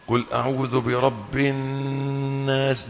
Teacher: النون المشددة غنة، الغنة مدتها حركتان، ايه هي الغنة؟ صوت رخيم يخرج من الانف من الخيشوم